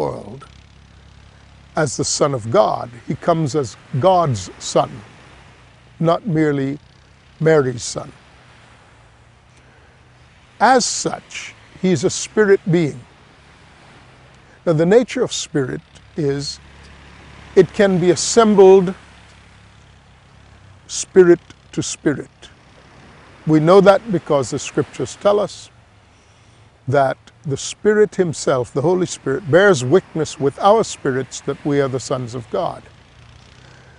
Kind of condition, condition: setting, outdoors